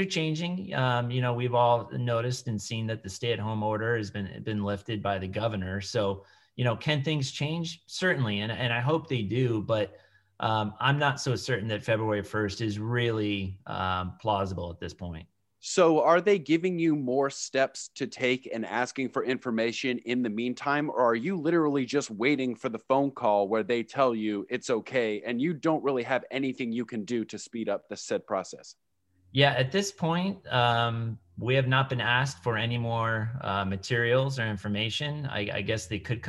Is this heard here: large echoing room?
no